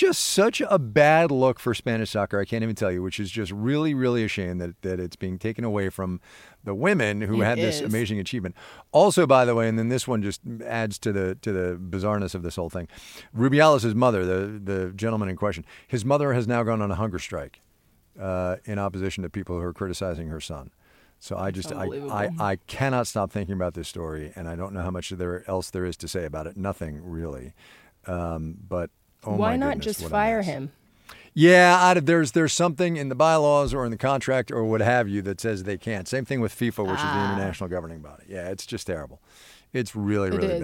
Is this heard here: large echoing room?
no